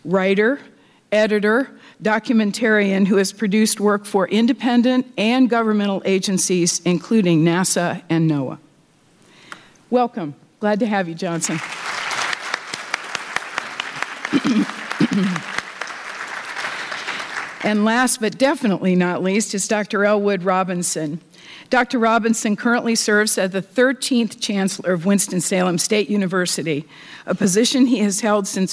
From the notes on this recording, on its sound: recorded live on June 16th, 2022 as part of the first Asheville Ideas Festival